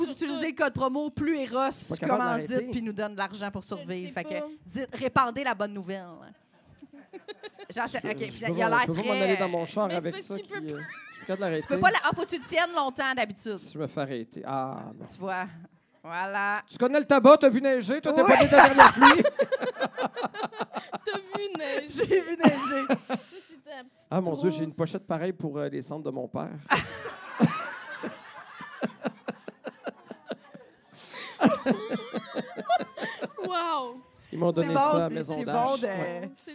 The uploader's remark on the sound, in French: Live devant public au 164 Lounge.